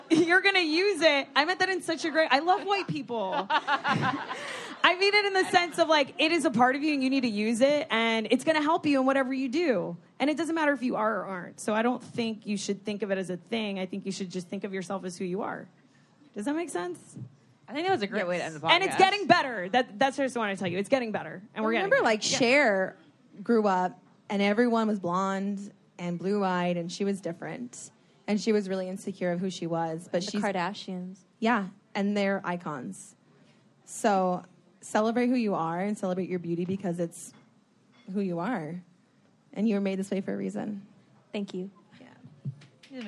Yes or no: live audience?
yes